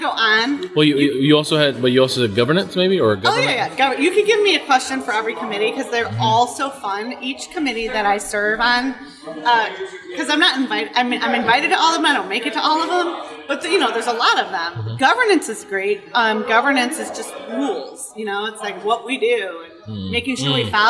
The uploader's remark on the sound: Live From EsportsNext